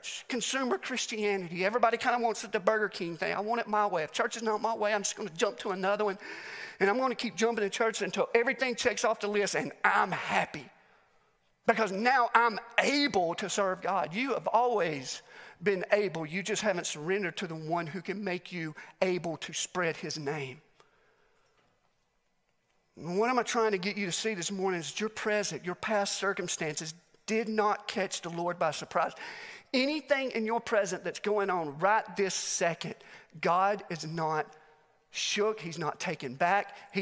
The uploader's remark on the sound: Message recorded live at The Fellowship at Mt Juliet.